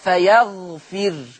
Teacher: فيغفر يقرأ ورش بسكون الراء، ورش يقرأ بسكون الراء فيغفر.